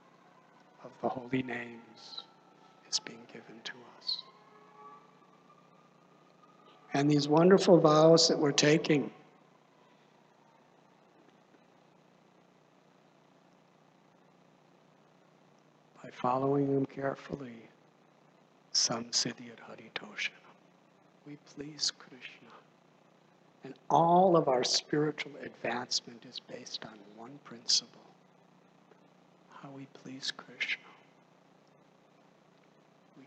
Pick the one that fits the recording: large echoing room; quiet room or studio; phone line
large echoing room